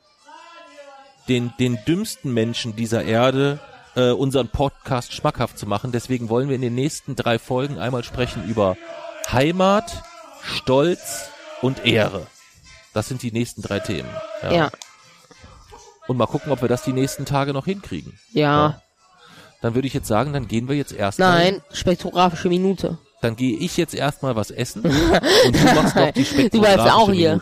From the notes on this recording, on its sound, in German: Im Hintergrund unserer Aufnahme sitzen 50 Russen und schauen Spanien gegen Russland anlässlich der WM 2018. Eine neue Folge aus dem Urlaub heraus.